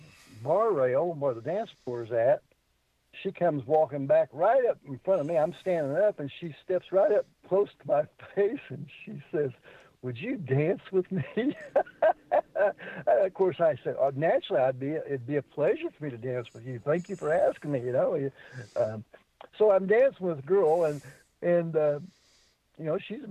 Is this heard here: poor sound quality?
no